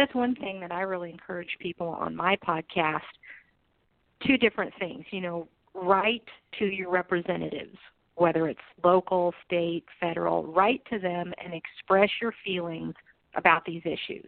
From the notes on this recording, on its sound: We will be taking live callers during this episode.